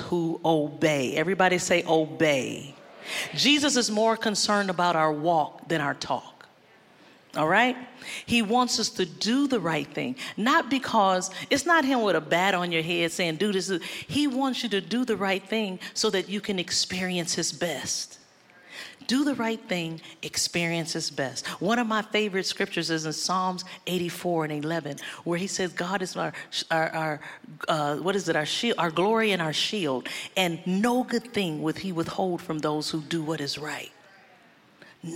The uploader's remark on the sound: Live at our April 2021 Grove, wrapping our eight year of live gatherings.